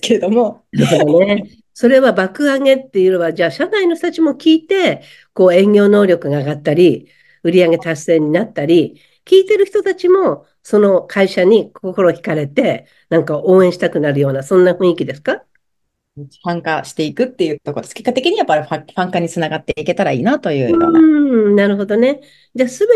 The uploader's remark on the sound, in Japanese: 場所：zoom開催